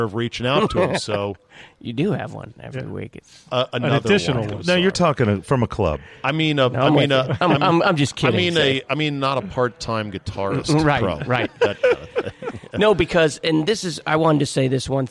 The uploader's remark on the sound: Taped live at GolfDom Golf in Tyson's Corner, VA.